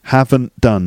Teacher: See the way the T and the D sort of link up?